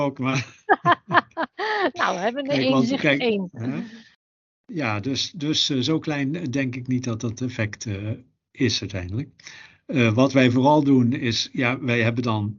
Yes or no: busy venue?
no